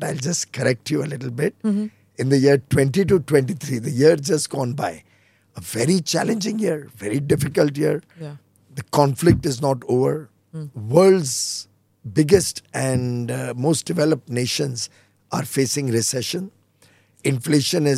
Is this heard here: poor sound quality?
no